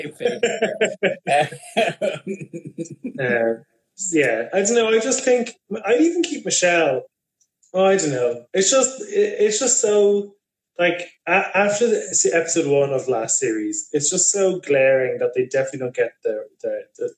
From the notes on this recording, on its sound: This is the feed of an Instagram Live